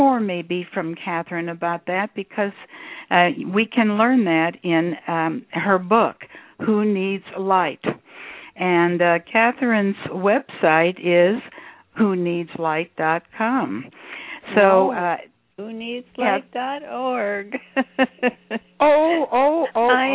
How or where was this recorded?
phone line